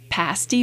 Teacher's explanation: the ah sound is what we would call lower in the mouth. The tongue goes down lower, so it might sound more like pasty versus pasty.